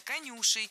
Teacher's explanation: Правильно, конюшей. Ударяем второй слог.